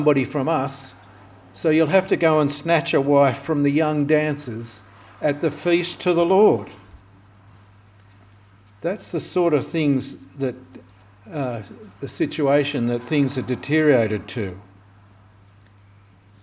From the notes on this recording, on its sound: This sermon was preached on the 20th of August 2023 at all services of Helensburgh and Stanwell Park Anglican Church.